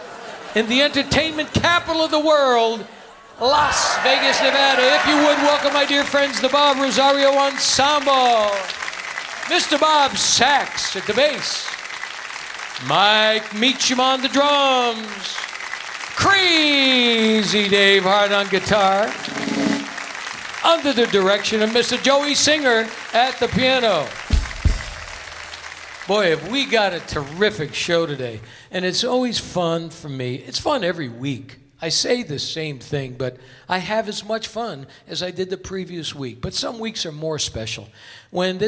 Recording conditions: busy venue